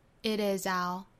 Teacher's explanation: 当然也可以把 t 的发音做弹舌。